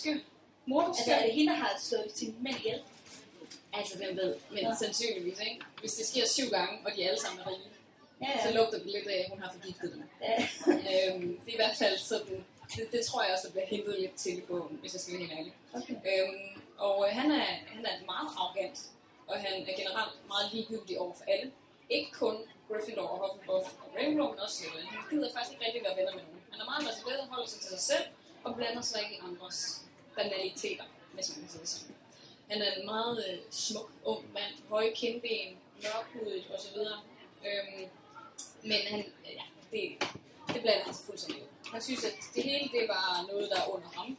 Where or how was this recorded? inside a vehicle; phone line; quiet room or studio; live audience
live audience